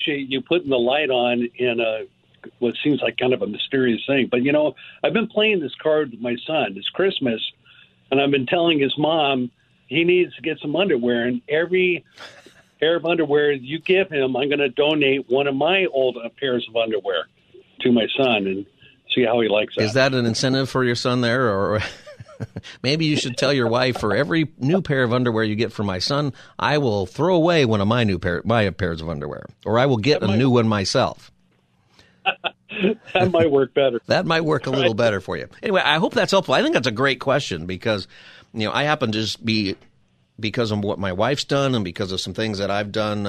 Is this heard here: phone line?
yes